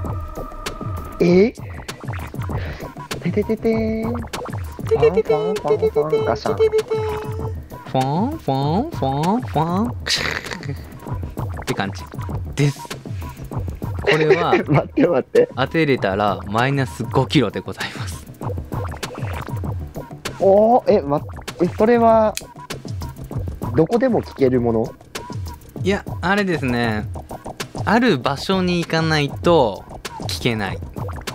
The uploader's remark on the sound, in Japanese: 今回は初めての外収録！私が自粛期間ということもあり、密室での収録を避けました。